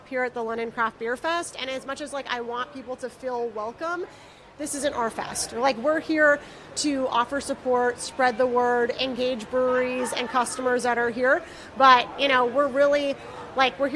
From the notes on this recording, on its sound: while they were at London Craft Beer Festival this summer